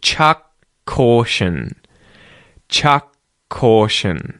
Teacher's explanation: The other thing here that I want to mention is that you might notice that between the words chuck and caution, there aren't two k sounds, but instead there is just one, and the one at the end of the word chuck is delayed, right, as it links to the next word.